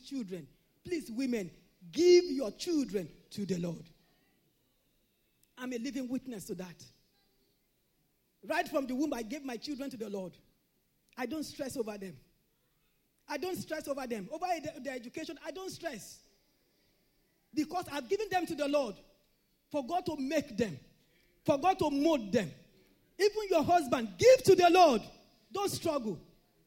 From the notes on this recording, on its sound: This Sunday Service message